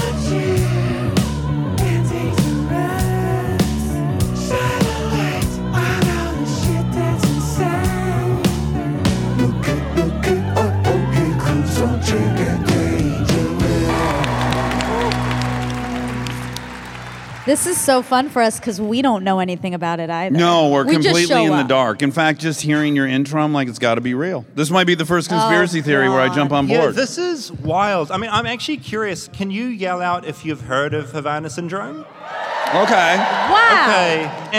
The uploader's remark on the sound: Live from Portland at the Keller Auditorium.